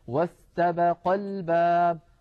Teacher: ينبهوننا على الضغط على الحرف الذي قبل الألف الساقطة · Term: الضغطة